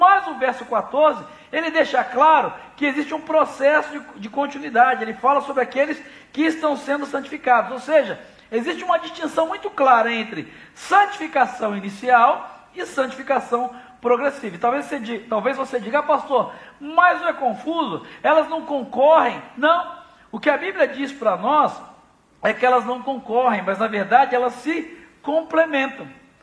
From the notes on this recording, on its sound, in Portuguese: Celebração ao vivo